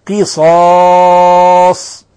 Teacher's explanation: لاحظ كيف قرأنا لفظ قصاص، قصاص، كيف فخمنا الصاد والألف والصاد أيضا الموقوف عليها